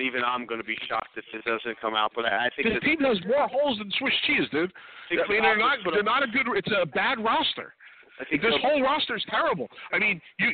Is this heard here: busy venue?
yes